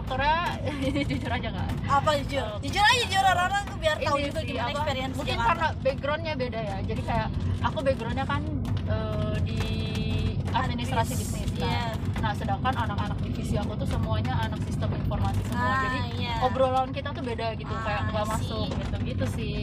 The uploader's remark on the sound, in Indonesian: Ditemani hujan dan kemacetan Kota Bandung. Banyak noise nih jadi maaf ya kalau misal sedikit tidak nyaman.